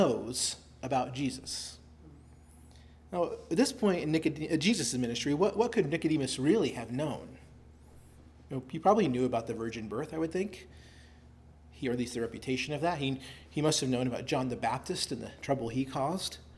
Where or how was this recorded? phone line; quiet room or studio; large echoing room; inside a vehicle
large echoing room